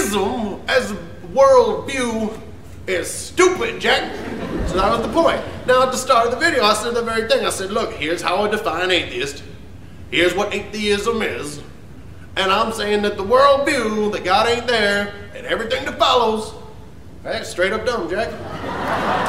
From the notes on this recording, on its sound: Live from the Underground. Performed to a sold out crowd at the Underground.